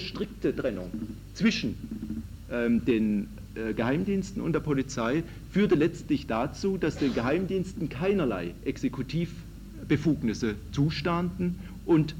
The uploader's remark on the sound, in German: Kundgebung in Emmendingen Gespräch mit Teilnehmern. Veranstaltungsmitschnitt zu Polizeigesetzen.